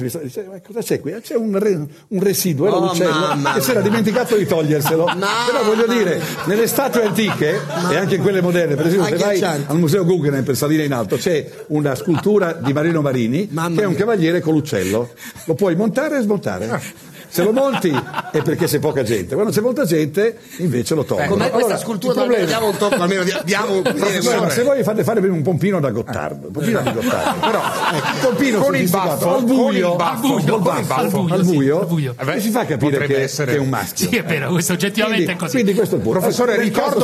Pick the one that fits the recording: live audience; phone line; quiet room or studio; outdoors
live audience